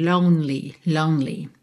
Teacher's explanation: o E não é pronunciado, você vai do N direto pro L